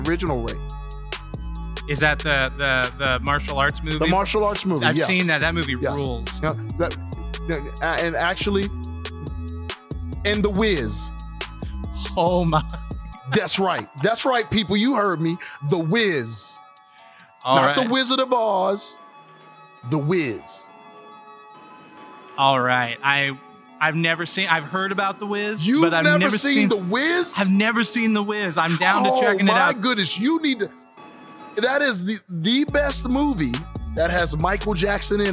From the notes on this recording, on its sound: Live from Lilac City Comicon in Spokane, Washington.